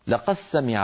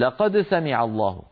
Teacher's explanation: قبيلة تقول لقد سمع الله قول الذين قالوا، لقد سمع فيدغمون الدال في السين · Shown in: first take